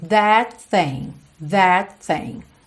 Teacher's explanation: E entre o that e o thing, a gente não vai ter esse T do that, o T final, ok? A gente já vai ligar tudo.